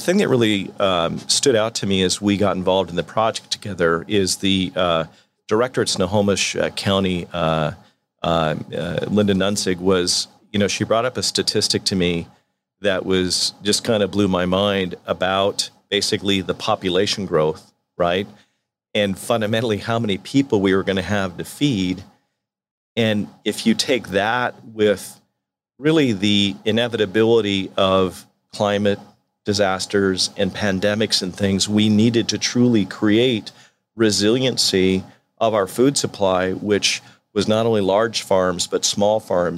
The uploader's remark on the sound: Taking place at the Mobile World Congress 2021 in LA